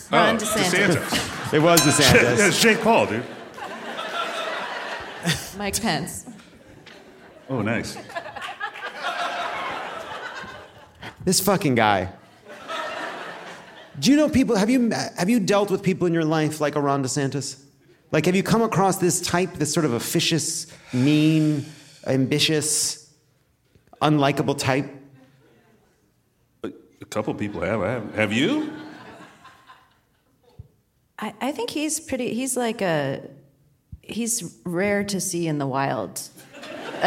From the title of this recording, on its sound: Live from Portland!